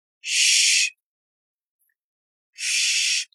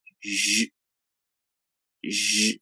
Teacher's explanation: 它们是一对清辅音、浊辅音，发音时呢舌唇位置完全一样